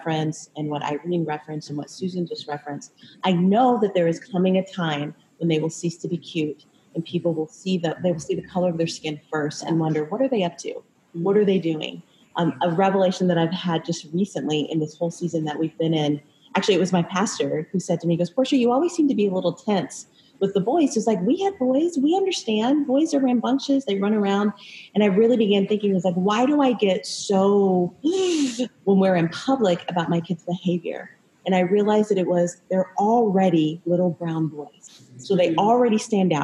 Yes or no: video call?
yes